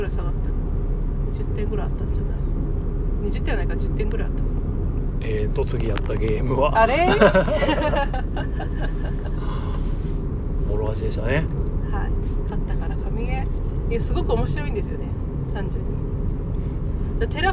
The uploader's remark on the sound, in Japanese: 群馬県館林市の中部公民館で毎月第3日曜に行われてるオープンボードゲーム会、たぬきゲーム会に参加した帰りの車での感想収録です。